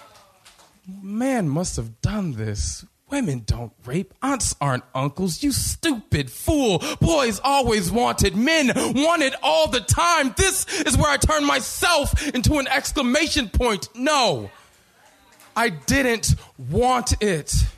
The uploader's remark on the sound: In the Cheap Seats in Oakland California at the 26th Annual National Poetry Slam, a competition event where poets performance original work to a live audience.